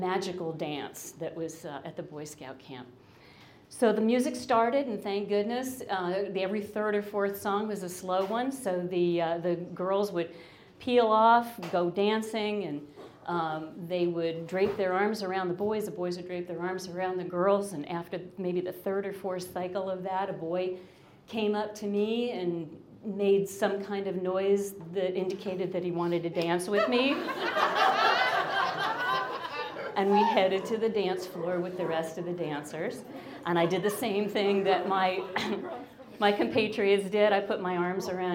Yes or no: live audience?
yes